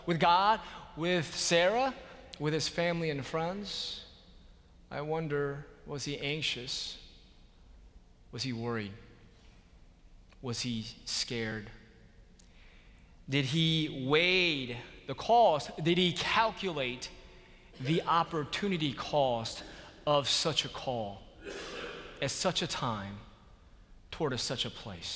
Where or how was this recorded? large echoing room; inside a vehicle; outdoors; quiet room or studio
large echoing room